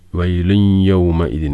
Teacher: വൈലുയ്യ തൻവീന് ശേഷം യാ ഇരട്ടിപ്പിച്ച് കൊന്നത്തോടു കൂടി. ഇദ്ഗാം ബി ഗുന്ന